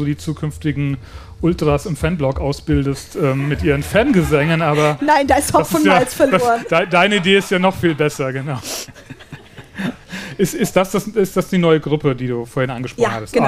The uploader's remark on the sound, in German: Live auf dem Norden Festival. Auf dem Norden Festival in Schleswig haben wir live vor Publikum.